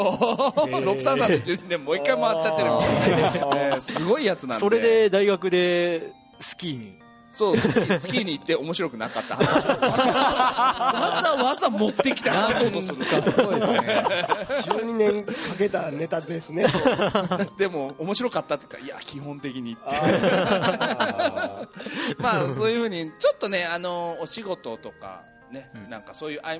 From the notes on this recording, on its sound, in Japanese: 2012年3月24日(土)に行われましたイベントの模様をお送りします。今回は下記出演者が実際に大分県に集まり、公開収録という形でお客さんを呼んでフリートークを行いました。